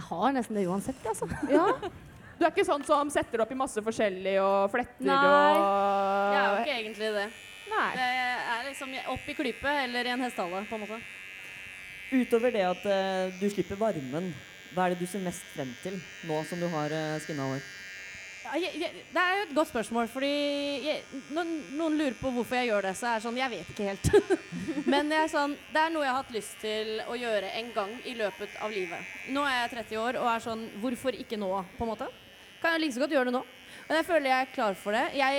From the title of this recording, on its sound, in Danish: LIVE fra Pride!